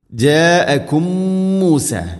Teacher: ജാഅകും മൂസ, മീമുസാക്കിനക്ക് ശേഷം മീമ്, ഇദ്ഗാമു തമാസിലൈൻ, അവിടെ മണിച്ചുകൊണ്ട് ഉച്ചരിക്കണം. ഒന്നാമത്തെ മീമിനെ അടുത്ത മീമിലേക്ക് കൂട്ടിലയിപ്പിച്ച് മണിച്ചുകൊണ്ട് ഉച്ചരിക്കുക